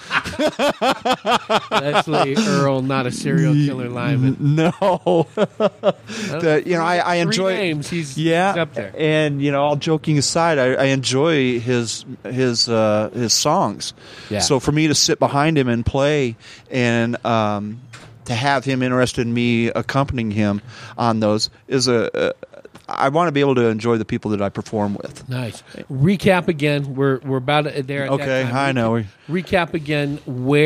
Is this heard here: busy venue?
yes